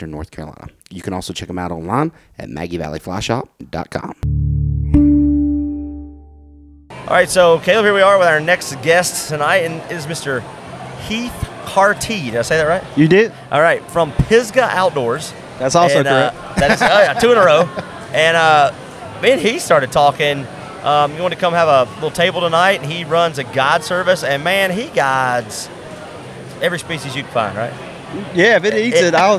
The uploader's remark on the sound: This episode comes from a special live event, the Fly Fishing Film Tour Southern Loop stop at Oskar Blues Brewing in Brevard, NC.